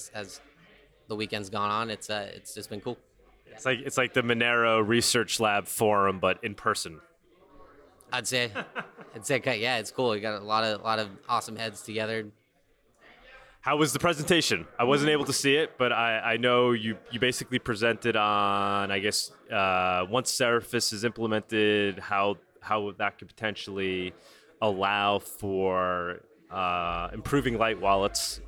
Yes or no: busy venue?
yes